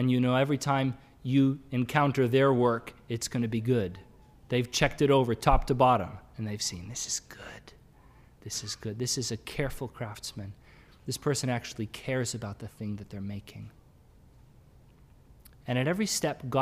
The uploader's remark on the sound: Sermon audio from the LBC worship service on Sunday, March 13, 2022.